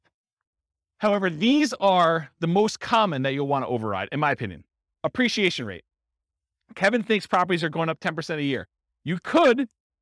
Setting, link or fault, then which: setting, live audience